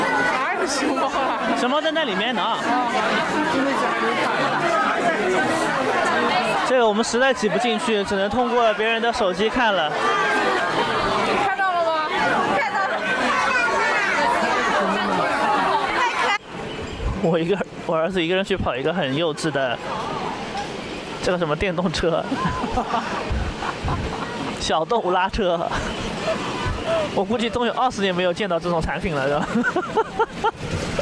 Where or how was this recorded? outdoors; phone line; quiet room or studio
outdoors